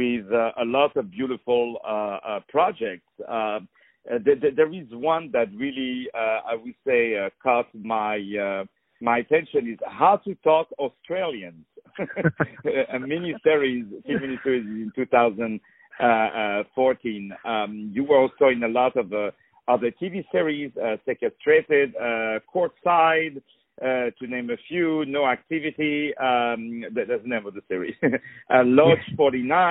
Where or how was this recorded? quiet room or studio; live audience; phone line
phone line